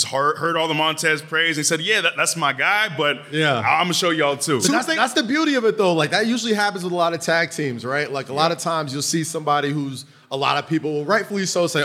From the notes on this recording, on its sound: live at the SummerSlam Store